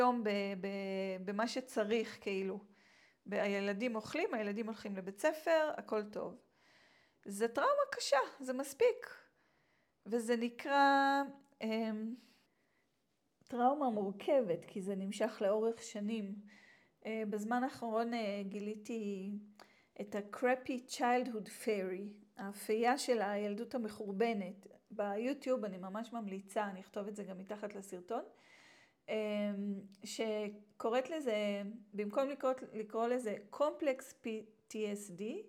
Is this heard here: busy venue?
no